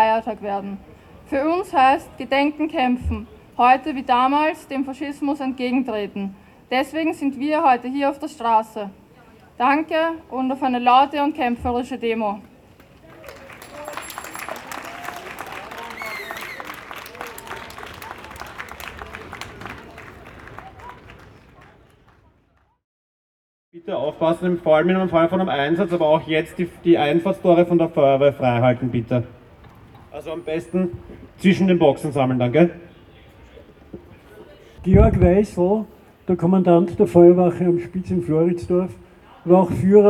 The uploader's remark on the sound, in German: 180–200 Personen beteiligten sich in Wien-Floridsdorf an einer Demonstration. Unkommentierte Aufnahme der Kundgebungen vorm Bahnhof Floridsdorf, bei der Feuerwache in der Weisselgasse.